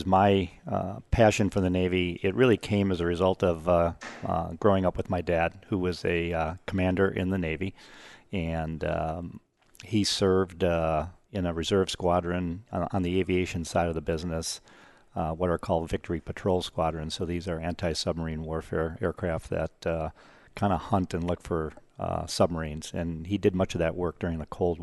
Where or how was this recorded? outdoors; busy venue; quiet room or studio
busy venue